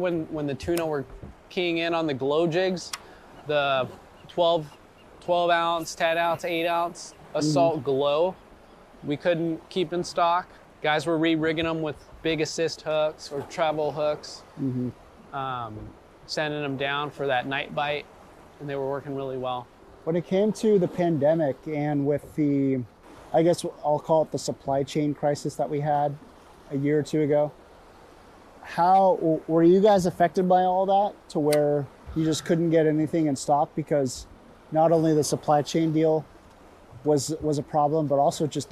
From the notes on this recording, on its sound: Recorded while fishing the LB Wall!